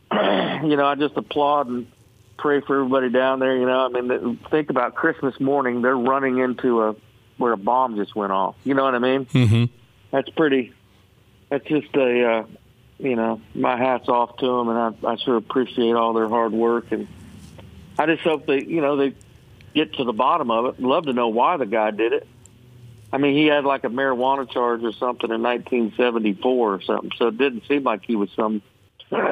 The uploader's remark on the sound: called into the show this morning